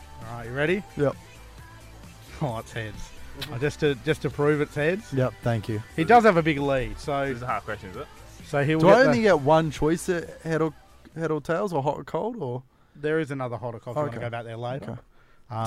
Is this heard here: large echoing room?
no